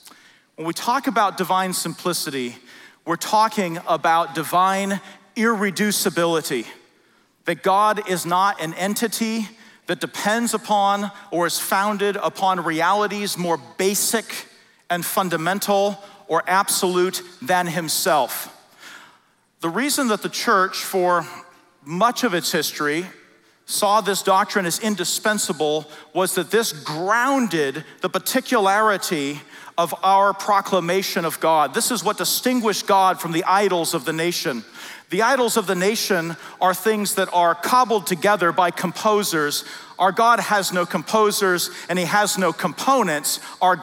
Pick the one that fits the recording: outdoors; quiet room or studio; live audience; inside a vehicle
live audience